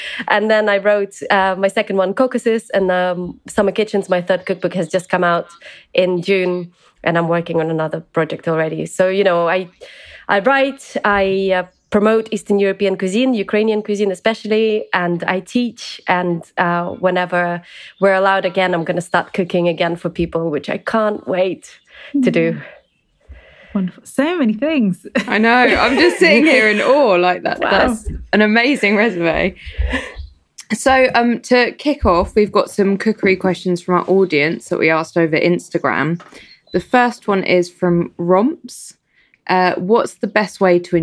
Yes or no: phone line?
no